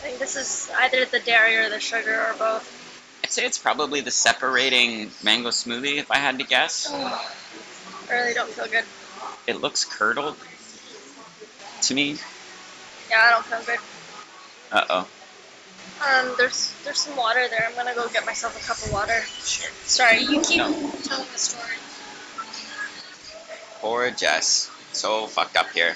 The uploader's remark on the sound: Please forgive the sound quality, we recorded in a full coffee shop and if you put a seashell up to your ear you can hear a bit of glorious 90s rock. Siargao, Philippines.